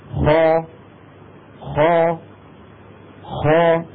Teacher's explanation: نجد بأن الهواء داخل الفم ينضغط ويرتفع ويتجه إلى الفك العلوي